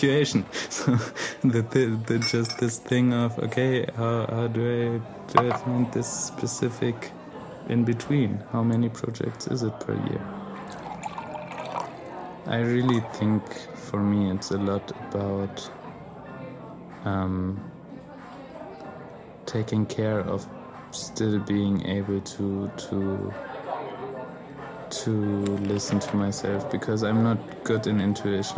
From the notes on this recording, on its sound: Recorded at Spielart Festival, 2019, Munich (DE)